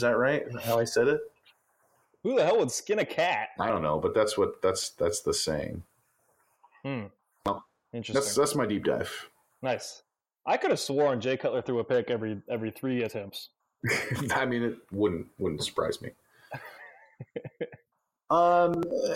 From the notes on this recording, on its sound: Apologies for any audio issues.